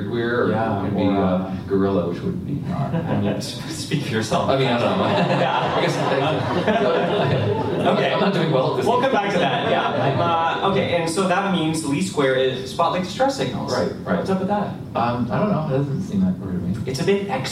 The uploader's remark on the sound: Live at Toronto Comicon!